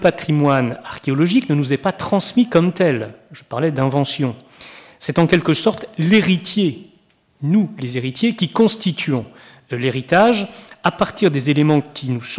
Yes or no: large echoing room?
yes